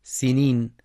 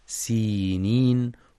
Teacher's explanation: والصواب تحقيق الياء بعد السين · Shown in: second take · سينين، وهو طور سيناء الجبل المعروف.